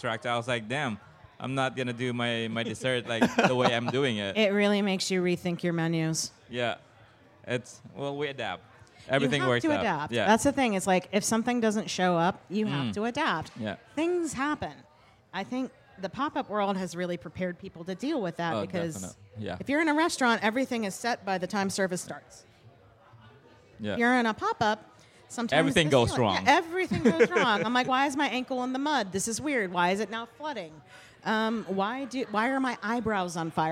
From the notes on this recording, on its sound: live from the 2023 Charleston Wine and Food Festival